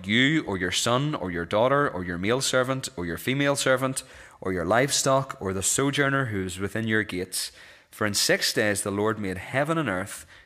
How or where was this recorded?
large echoing room